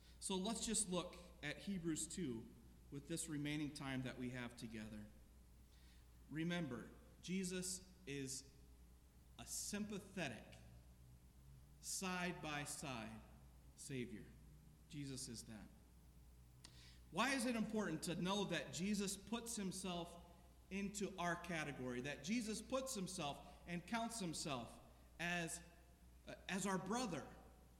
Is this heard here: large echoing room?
yes